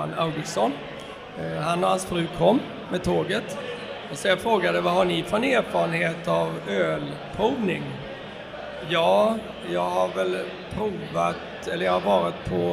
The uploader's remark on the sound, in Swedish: Intervjuer från GSBF. För de som eventuellt missat det så var Hantverksbira på Great Swedish Beer Festival i Malmö i oktober.